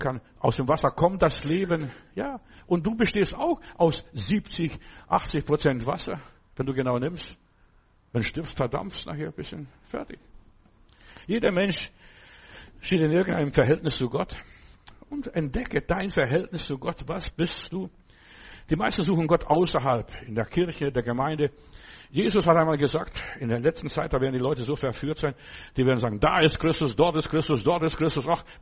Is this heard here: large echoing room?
yes